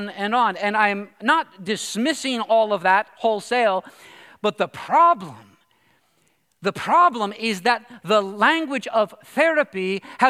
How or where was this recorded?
large echoing room